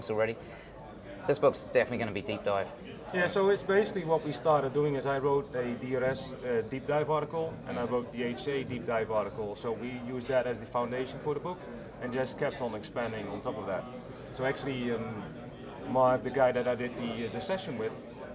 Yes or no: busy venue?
yes